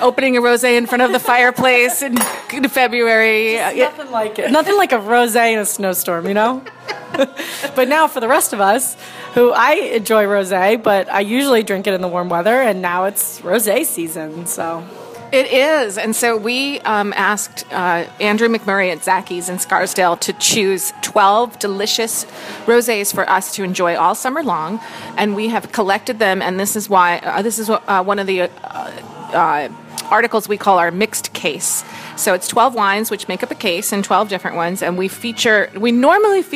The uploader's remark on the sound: Recording from Ambulance Brew House in Nanuet